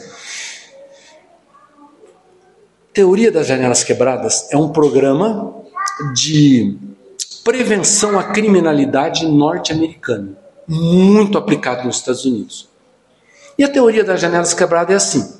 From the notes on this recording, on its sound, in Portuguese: no culto do dia 20/08/2023